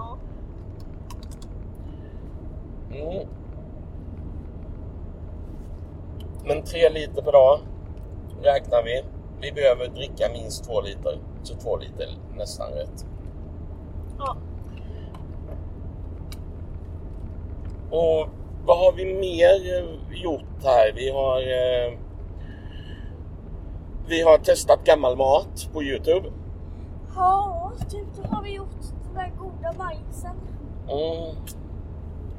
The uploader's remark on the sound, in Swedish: Det blev istället en väldigt dålig inspelning utan någon som helst röd tråd.